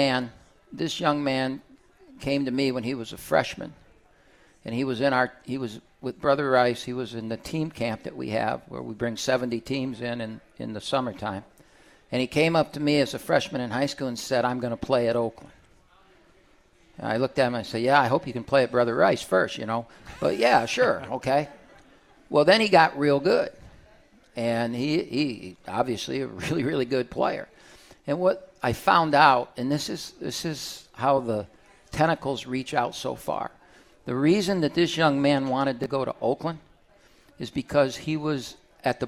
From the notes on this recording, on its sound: live from RJs Pub in Rochester Hills!